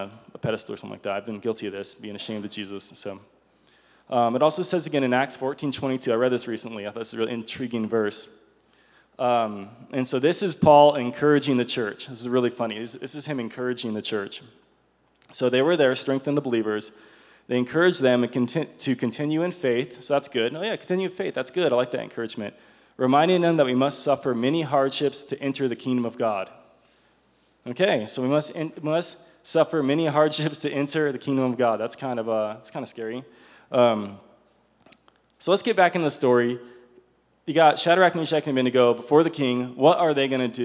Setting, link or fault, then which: setting, live audience